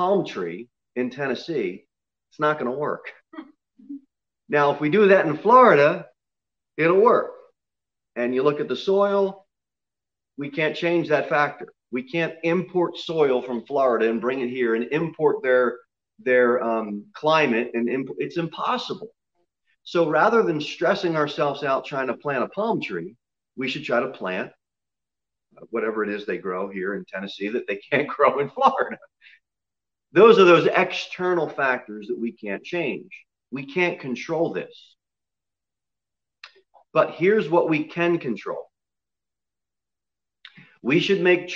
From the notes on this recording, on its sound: Sermon delivered at Pilgrim Baptist Church on Sunday, December 20, 2020, at 10 am. Jere Whitson Rd.